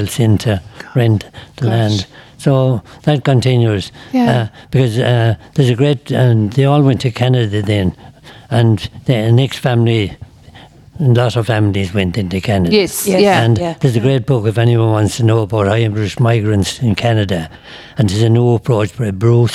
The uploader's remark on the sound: This Interview was originally broadcast as part of Saturday Chronicle, live from Whitegate GAA.